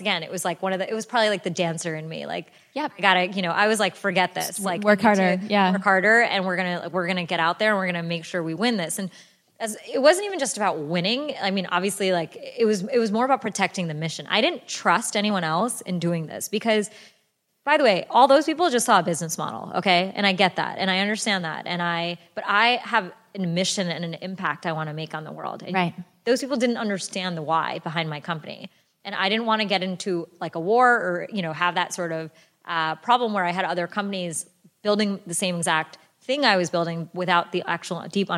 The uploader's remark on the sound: a live recording